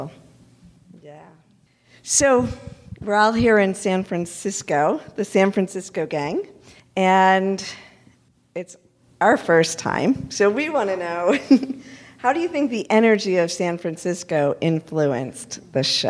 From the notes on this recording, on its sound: Live Panel In San Francisco. Live audience panel discussion. This episode is filled with laughter.